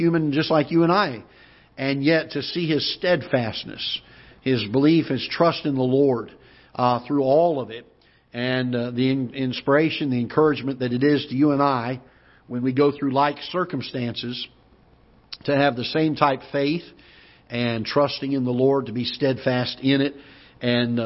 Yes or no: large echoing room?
yes